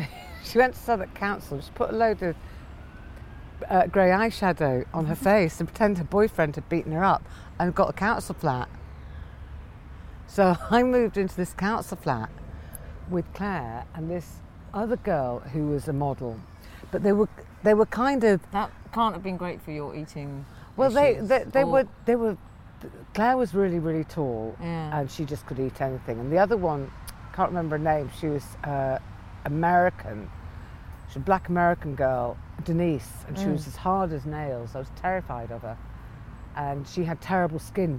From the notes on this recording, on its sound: Goes for a stroll.